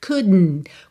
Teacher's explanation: Ao invés de dizer couldn't, faz couldn't. Quando A língua chega no céu da boca pro D, já puxa um N para dentro